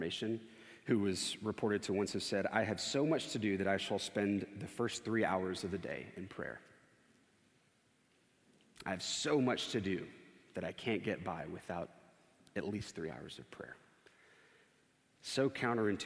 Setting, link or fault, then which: setting, large echoing room